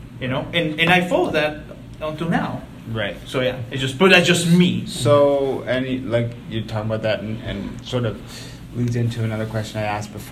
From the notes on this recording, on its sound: Recorded live in Lethbridge.